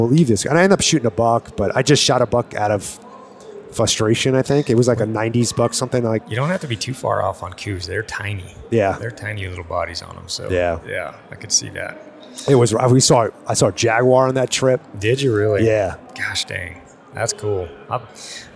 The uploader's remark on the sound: live at hunt Expo